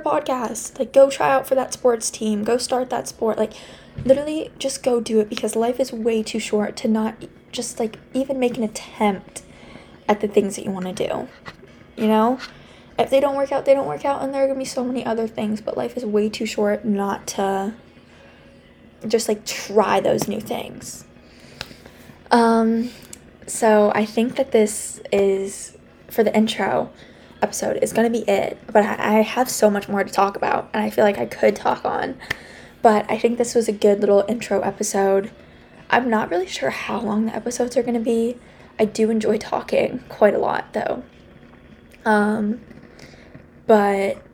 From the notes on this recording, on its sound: I'm so sorry about the music in the background